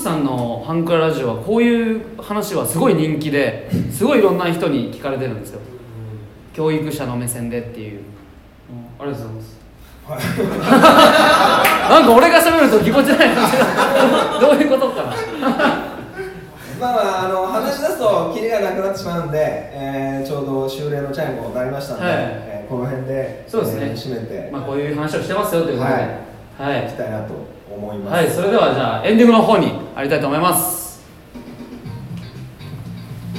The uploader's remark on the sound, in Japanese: 公開収録音源。In可児。